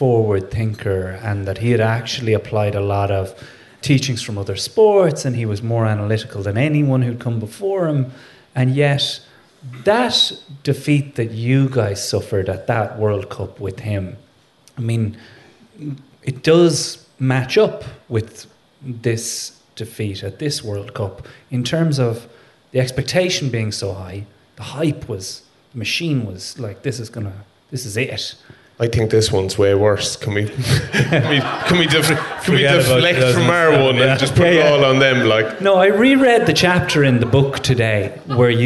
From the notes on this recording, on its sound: in front of a sold out Sugar Club at the Dublin Podcast Festival